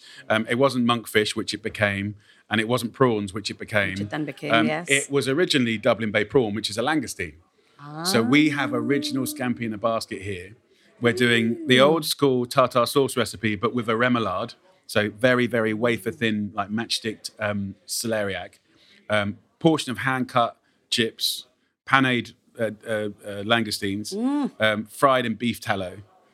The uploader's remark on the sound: recorded on location at his new restaurant.